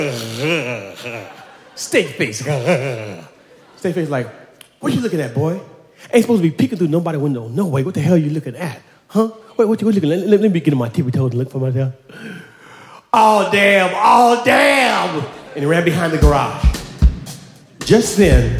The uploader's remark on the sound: At Snap LIVE! in Brooklyn. At the Brooklyn Academy of Music.